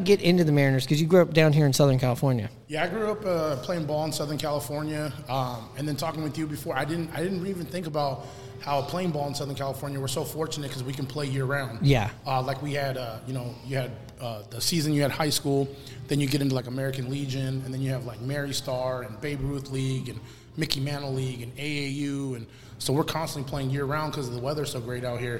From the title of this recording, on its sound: Live from the Smoke and Fire Social Eatery